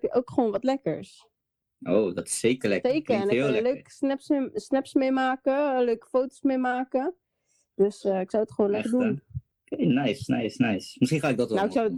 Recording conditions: video call